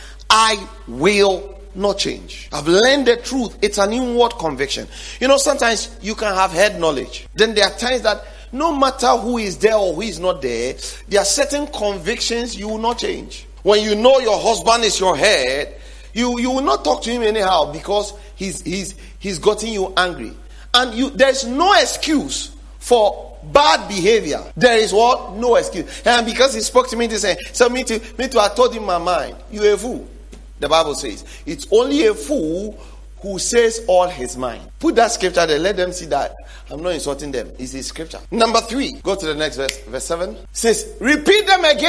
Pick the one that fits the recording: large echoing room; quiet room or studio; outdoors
large echoing room